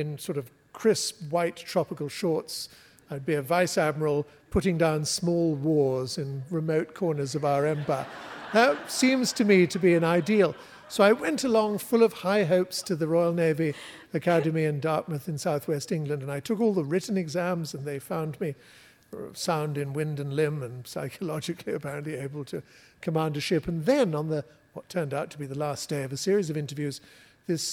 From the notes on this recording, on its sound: Writers on a New England Stage. Recorded live at The Music Hall in Portsmouth, NH. This archive program may still contain broadcast elements from the time it aired.